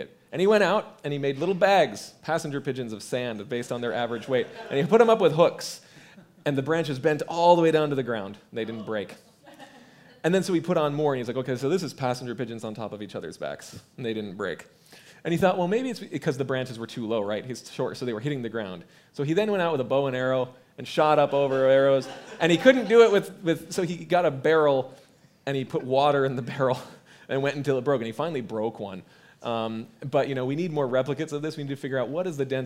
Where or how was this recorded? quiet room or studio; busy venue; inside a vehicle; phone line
busy venue